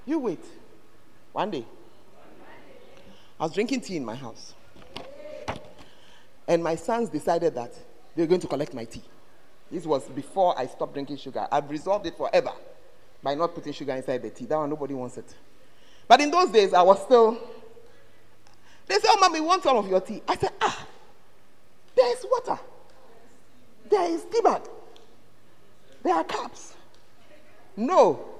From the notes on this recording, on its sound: Preached at the Word Alive Service